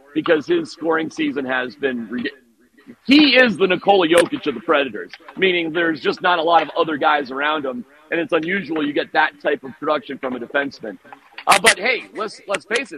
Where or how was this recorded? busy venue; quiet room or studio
busy venue